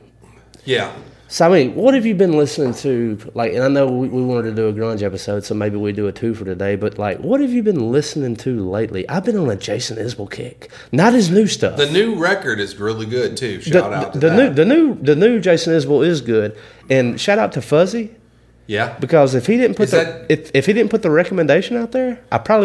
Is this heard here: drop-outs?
no